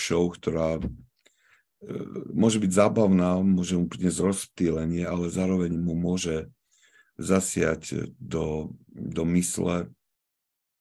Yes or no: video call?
yes